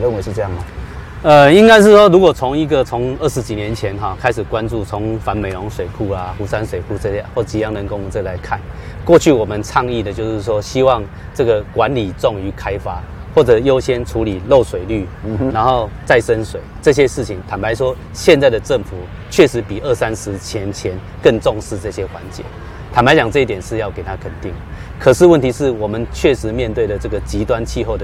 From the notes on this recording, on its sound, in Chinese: 雲林古坑乾旱現場